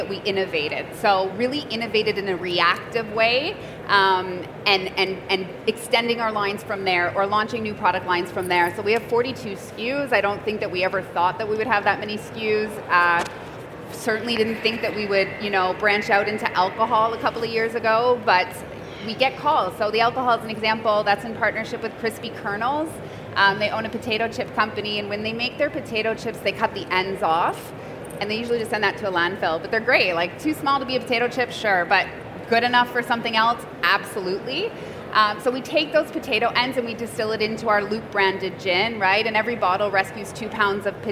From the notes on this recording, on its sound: This is the recording of a Learning Lounge from the recent CPMA Convention and Trade Show in Toronto.